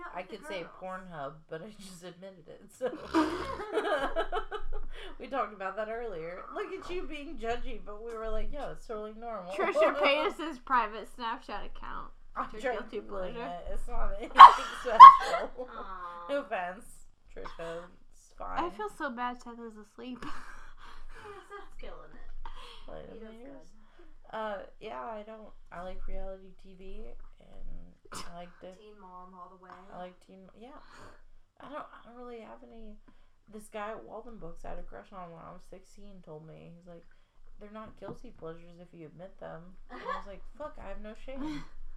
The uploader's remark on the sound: The sound isn’t great, and there is a lot of laughing.